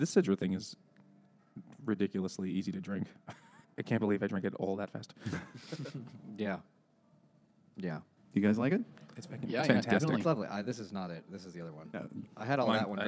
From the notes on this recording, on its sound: Moby Dick by Herman Melville at Finback Brewery.